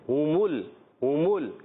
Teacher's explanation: ہا اور میم کی پیش ان کو ہونٹوں کو گول کر کے ادا کریں گے